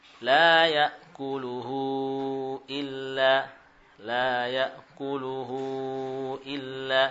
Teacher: Panjangnya seperti mad jaiz munfasil, 4 atau 5 harokat. Nah, kita mengambil satu wajah, 4 harokat. · Term: mad silah kubra